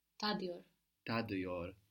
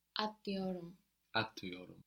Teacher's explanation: The T is softened to a D by the vowel, and that vowel is a dotless I. · Shown in: first take